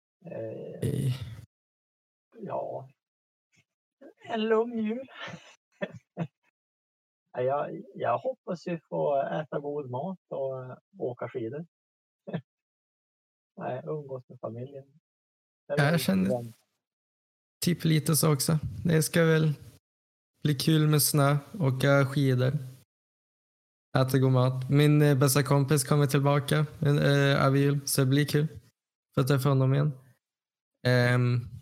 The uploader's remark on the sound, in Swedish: På distans över discord. Vi ber om överseende med ljudkvaliteten.